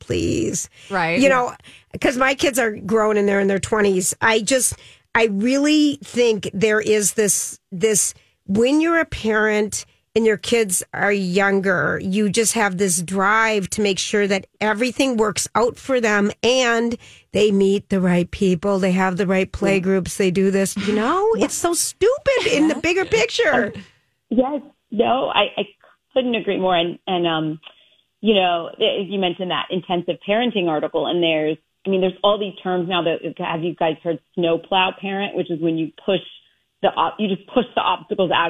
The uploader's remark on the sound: Is in studio today. Called.